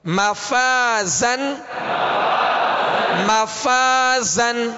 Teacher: زا کو سختی کی آواز، سیٹی کی آواز اس میں پیدا ہوگی